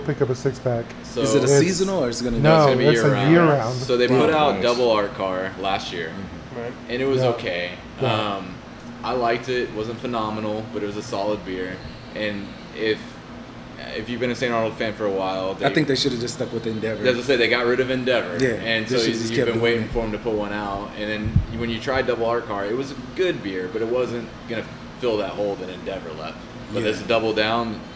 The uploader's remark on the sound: we recorded at DECA Brewing in Porter, TX